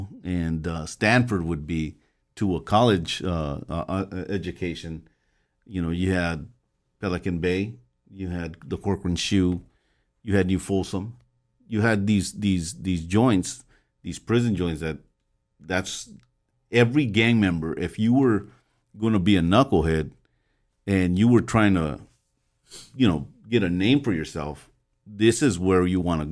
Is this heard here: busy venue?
no